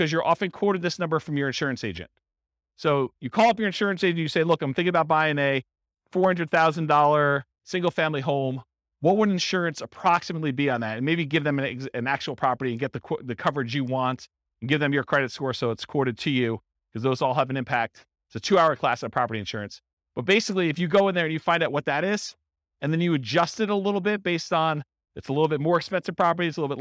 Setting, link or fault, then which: setting, live audience